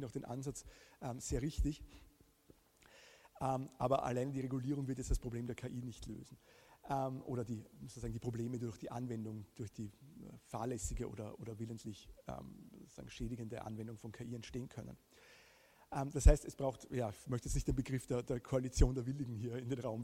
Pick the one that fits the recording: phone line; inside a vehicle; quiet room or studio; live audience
live audience